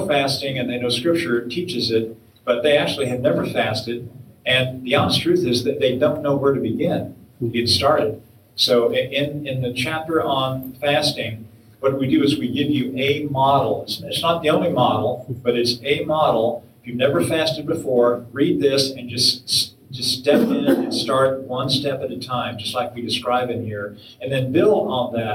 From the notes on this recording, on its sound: This audio was taken from TCM International Institute 's fourth track session at last year's National Disciple Making Forum. This audio was taken from TCM International Institute 's fourth track session at last year's National Disciple Making Forum.